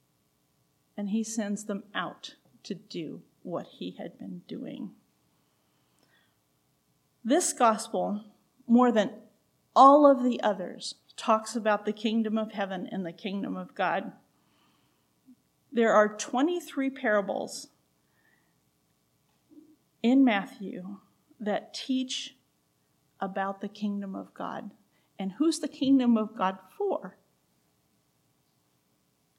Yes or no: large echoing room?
yes